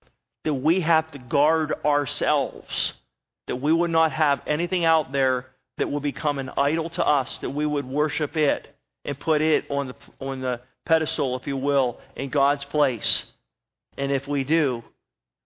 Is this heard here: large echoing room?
yes